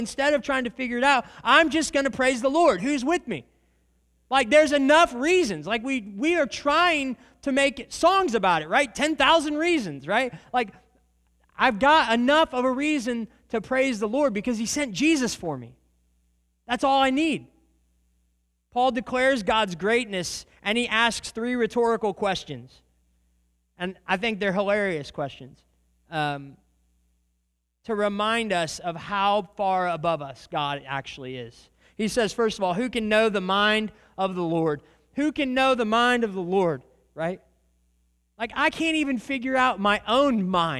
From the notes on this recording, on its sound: This is a recording of a sermon. At the Church of Christ at Treaty.